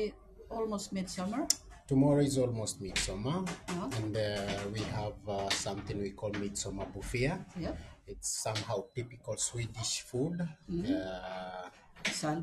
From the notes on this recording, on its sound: Live from Selånger Pilgrimcenter.